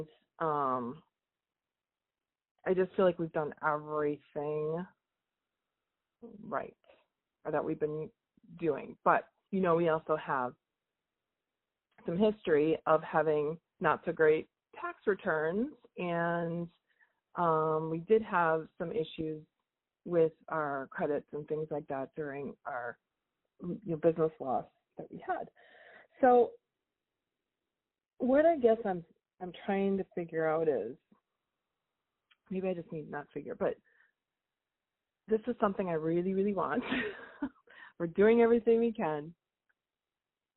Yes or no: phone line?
yes